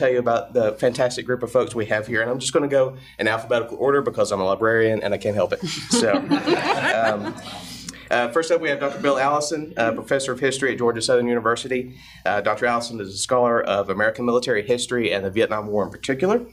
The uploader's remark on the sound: This episode was recorded live during a conference session, so please excuse any irregularities in audio quality.